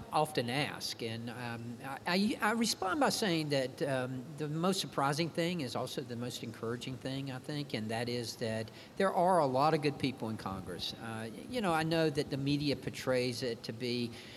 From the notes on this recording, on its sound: LIVE at RBC. Held at Cardinal Health’s annual Retail Business Conference (RBC) in Boston.